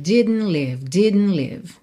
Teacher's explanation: A gente pode fazer esse didn't puxando um pouquinho mais, rarara, didn't, didn't, ou fazendo já aquele D que puxa o N para dentro